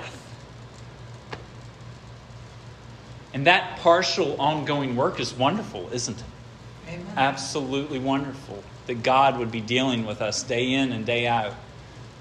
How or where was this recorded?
large echoing room